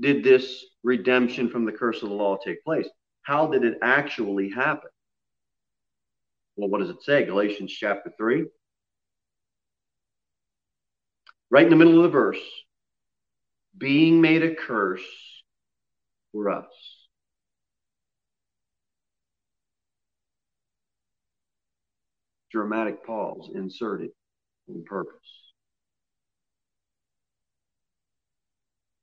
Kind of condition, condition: setting, large echoing room